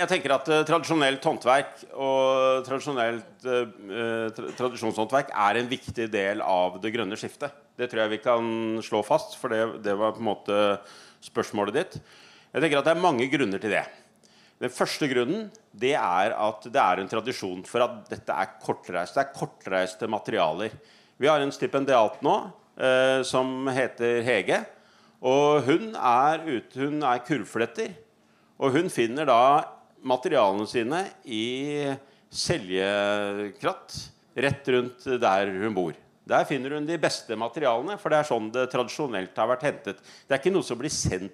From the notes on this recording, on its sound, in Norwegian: Kulturvernpodden - Live fra Arendalsuka 2022